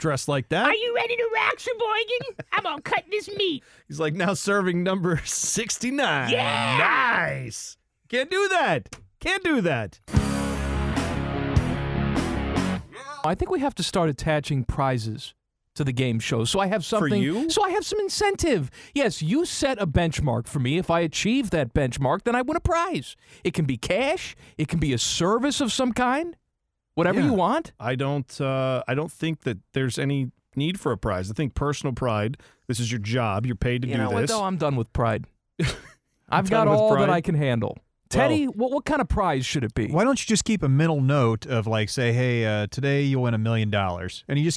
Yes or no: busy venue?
no